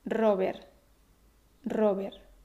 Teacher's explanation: Puedes también eliminar el sonido de la T final, que es bastante difícil y poco natural para los hispanohablantes.